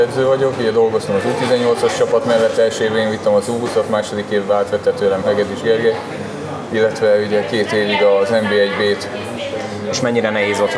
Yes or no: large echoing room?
no